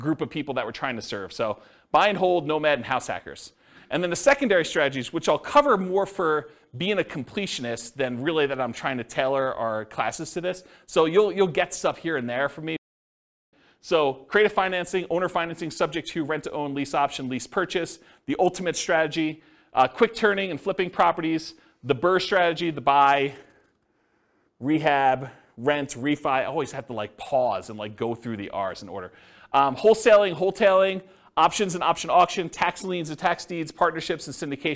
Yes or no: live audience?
yes